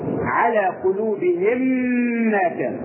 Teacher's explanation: نبنج أو ندخل الميم الساكنة الأولى في الميم فيصبحان ماذا؟ ميما مشددة تغن مقدار حركتين · Term: الإدغام الشفوي